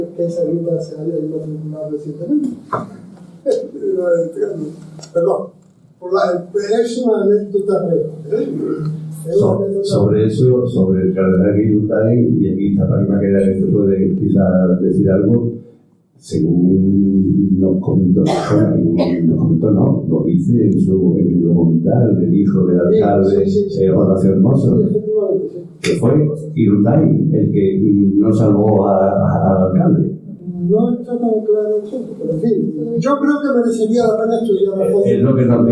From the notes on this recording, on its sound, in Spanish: Os dejamos el audio de la charla que tuvo lugar en la Facultad de Geografía e Historia de la Universidad de Sevilla. El audio es extraído de los vídeos de las diferentes jornadas, los hemos mejorado dentro de lo que se puede, pero al ser sonido ambiente puede llevar algún sonido incontrolado.